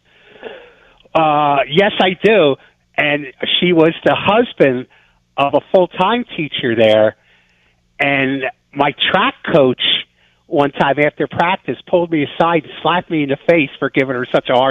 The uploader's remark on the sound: takes calls from listeners